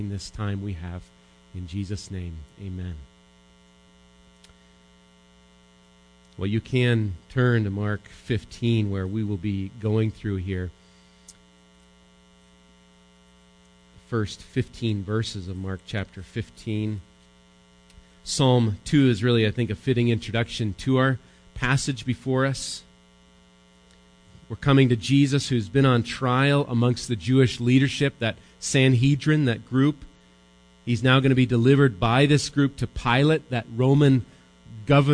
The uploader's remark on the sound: Recorded live at Bethany Bible Church